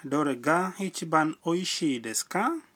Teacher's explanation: Ukiongeza desuka mwishoni mwa sentensi na kupandisha kiimbo chako, sentensi inakuwa swali.